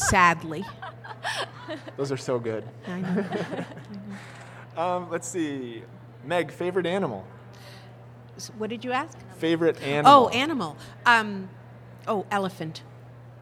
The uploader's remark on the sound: Part two of a special LIVE episode.